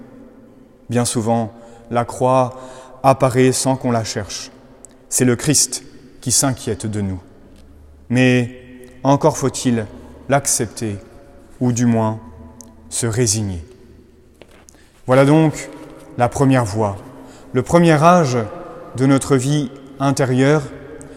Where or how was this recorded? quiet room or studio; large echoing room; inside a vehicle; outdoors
large echoing room